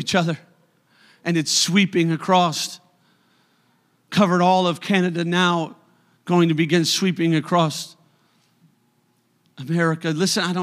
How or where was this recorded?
large echoing room